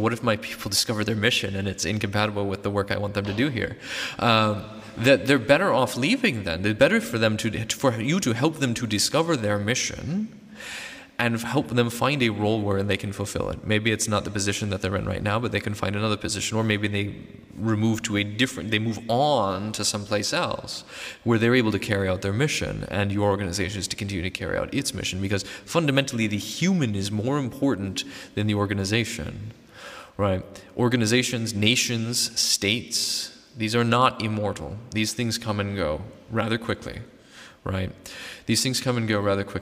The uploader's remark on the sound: This episode is a recording of a talk given in November 2019 at International Theological Institute in Trumau (Vienna), Austria.